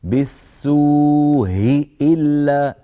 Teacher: الأولى مسهلة والثانية محققة ما عليها تغيير، الثانية ما علي همزة إلا ما عليها تغيير أبدا، الكلام كله على همزة بالسوء، فيغيرونها بالتسهيل. · بعض القبائل العربية يسهلون الهمزة الأولى